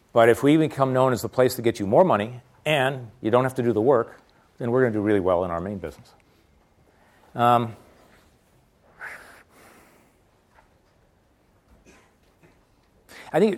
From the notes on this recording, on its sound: a free-form talk guided by audience questions